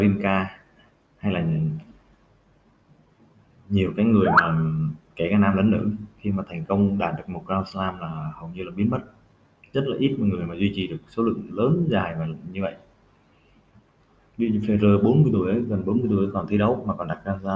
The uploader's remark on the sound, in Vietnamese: Đây là tập podcast chưa chỉnh sửa, cắt ghép; thu qua microphone bằng máy HP của mình.